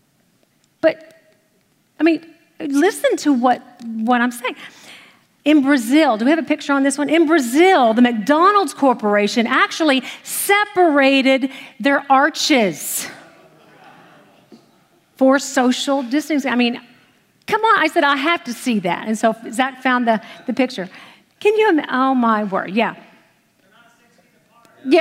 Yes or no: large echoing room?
yes